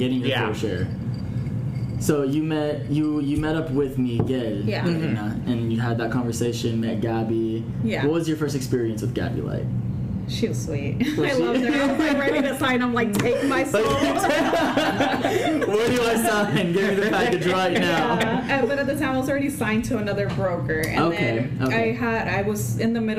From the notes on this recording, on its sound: Recorded at the United Wholesale Mortgage success track event